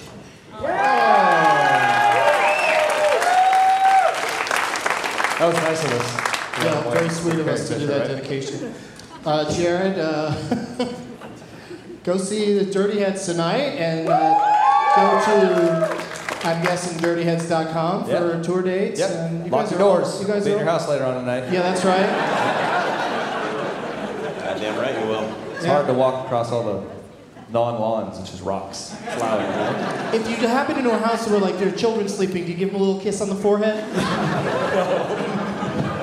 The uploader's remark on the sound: Live from the Improv in Tempe